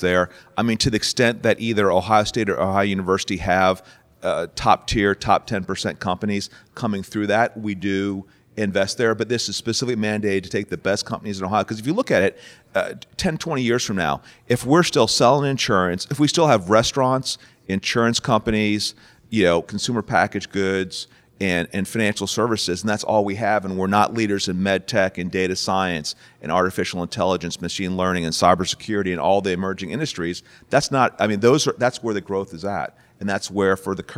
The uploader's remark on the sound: live from The Starting Line by the Ohio State University College of Nursing